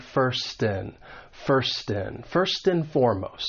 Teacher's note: It may get linked to the beginning vowel sound of the next word. So we can link that final consonant sound in first with that beginning vowel sound when I reduce it and just say "n," and it's going to sound like first in. · Term: linking